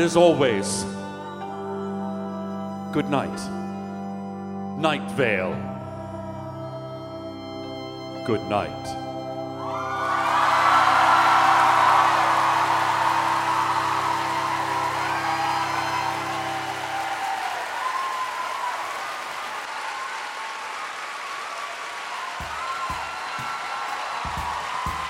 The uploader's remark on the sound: This episode was recorded live at The Town Hall in NYC on June 4, 2014.